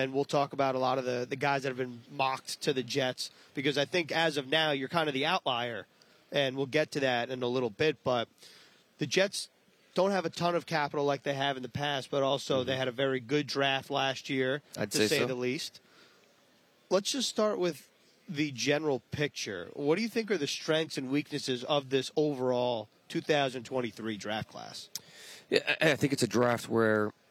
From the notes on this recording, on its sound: live from the 2023 NFL Combine